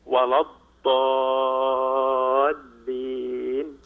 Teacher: الضاد من الحافتين والمد لا تطوله زيادة عن حده